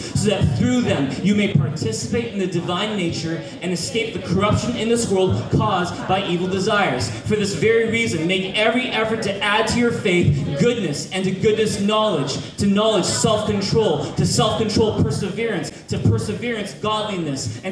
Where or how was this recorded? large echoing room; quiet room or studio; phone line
large echoing room